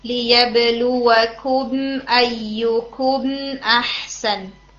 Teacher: तो third rule है इजहार शफवी, इजहार शफवी मीम साकिन के बाद अगर मीम या बा के अलावा बाकी कोई भी हर्फ आ जाता है तो वहां पे हम क्या करते हैं, इजहार शफवी करके बोलते हैं, मीम का इजहार करते हैं गुन्ना के बगैर